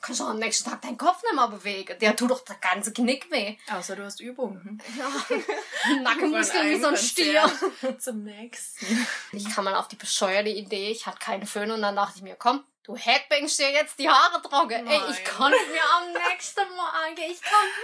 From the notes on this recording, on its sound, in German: Da wir dieses Mal im gleichen Raum & mit nur einem Mikro aufgenommen haben, ist die Audioqualität leider wieder etwas schlechter...